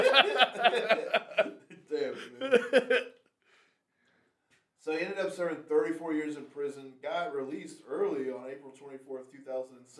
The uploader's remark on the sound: Folks the sound on this isn't the best, we had a recorder problem. The sound on this isn't the best, we had a recorder problem and tries to record this two weeks in a row, some type of curse. It's like the old days, still listenable but you'll wanna crank it.